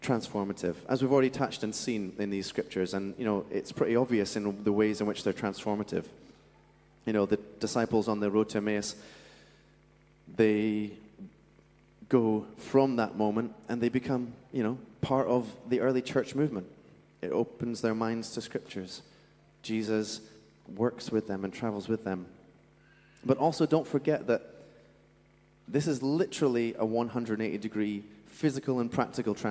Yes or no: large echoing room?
yes